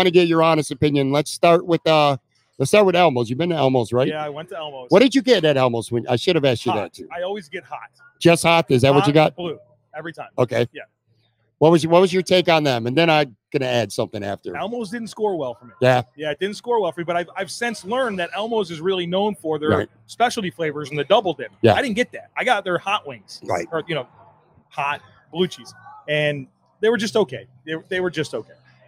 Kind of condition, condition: setting, busy venue